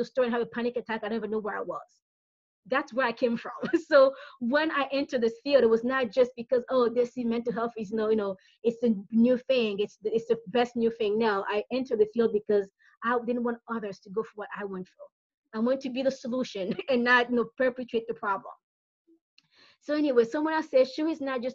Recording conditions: video call